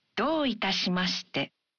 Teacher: When you say, どういたしまして? You say the vowel, O in ど one beat longer.